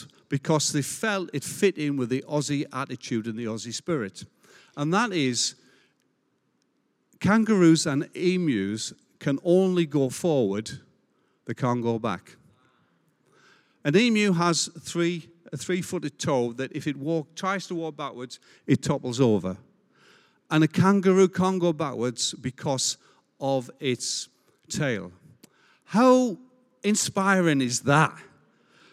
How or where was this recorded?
large echoing room